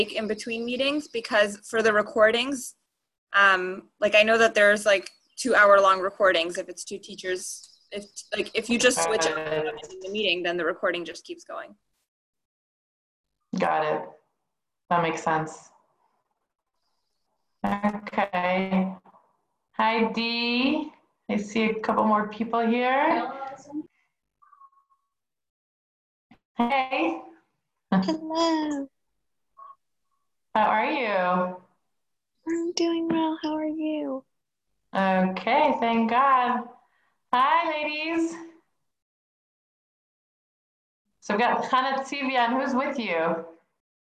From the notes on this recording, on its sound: Zoom Class